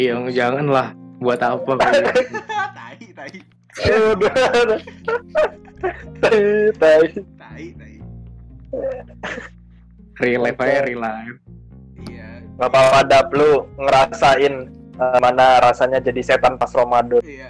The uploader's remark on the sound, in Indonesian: Direkam di rumah masing - masing menggunakan aplikasi Discord.